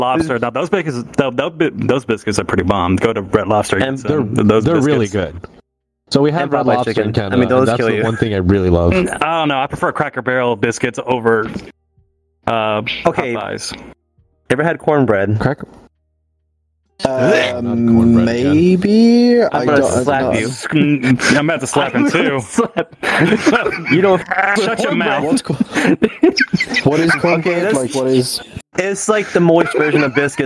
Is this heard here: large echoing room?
no